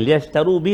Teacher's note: Yang kedua ra baris depan, yang ketiga ra yang mati ataupun sukun sebelum dia baris atas. So kena bunyi tebal juga ra tu.